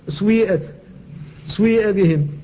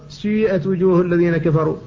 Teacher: فإنما ينطق بالسين مكسورة ممدودة بالياء، والياء مشمة بشيء من صوت الواو · Shown in: second take · Term: الإشمام